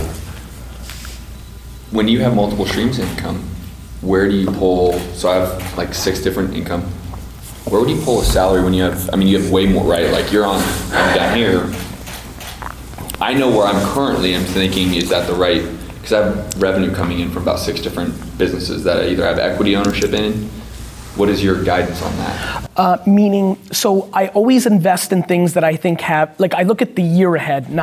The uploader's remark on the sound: At this private dinner, I did a Q&amp;A with the guests. A VIP Q&A Dinner.